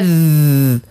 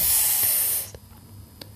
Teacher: حرف رخوي هنا الصوت يقعد يمشي لكن النفس لا، ما هوش كيف الثاء · Shown in: first take